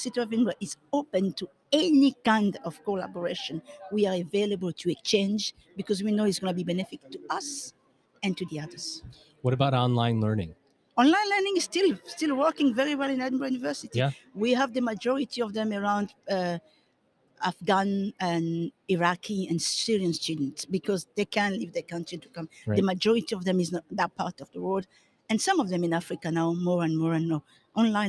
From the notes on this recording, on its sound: recorded LIVE & in person from the 2021 World Innovation Summit for Education (WISE)